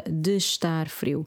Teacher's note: So I bring the two words as if they're only one word, de estar, rather than de estar, de estar.